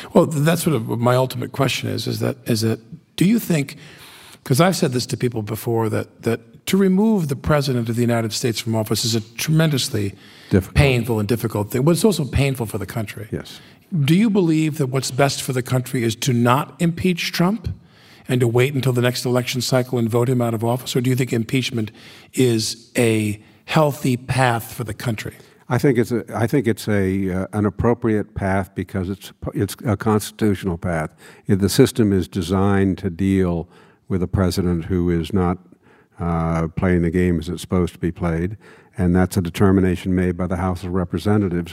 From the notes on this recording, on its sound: In front of a live audience.